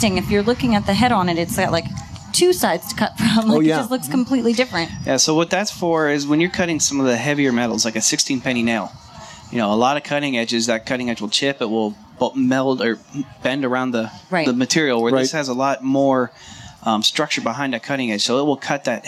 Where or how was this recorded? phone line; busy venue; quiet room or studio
busy venue